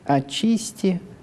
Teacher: «С» смягчается перед «те» практически без вариантов в литературном произношении